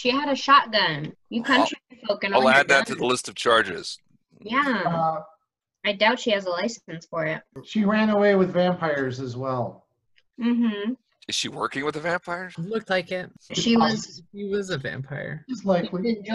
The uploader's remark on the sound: from the relative safety of our own homes via Zoom